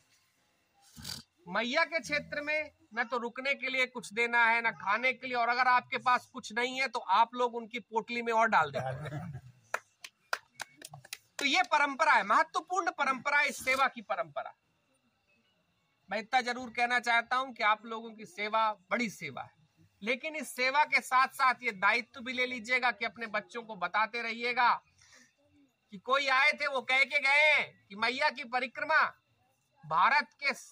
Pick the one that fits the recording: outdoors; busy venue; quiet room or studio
outdoors